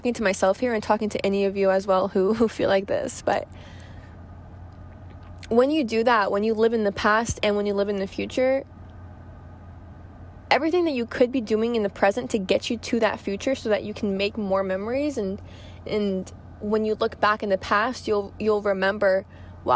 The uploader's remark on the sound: I sit down in my car before going to work, with no notes, nothing-- just me talking to you guys.